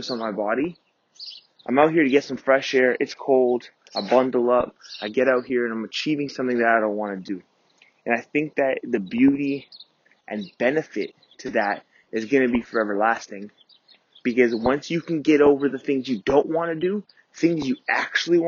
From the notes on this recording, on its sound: Recorded Live On My 5am Run. Records this podcast live on his morning run.